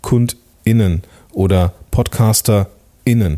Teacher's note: dass man diesen kurzen Schlag hat in der Glottis · Term: Glottesschlag